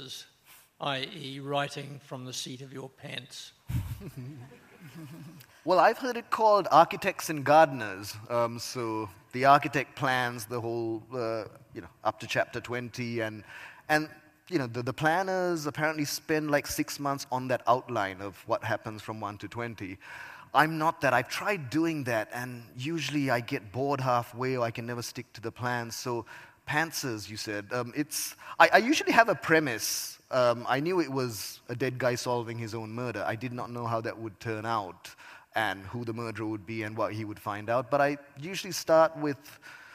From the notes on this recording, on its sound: at the 2023 Auckland Writers Festival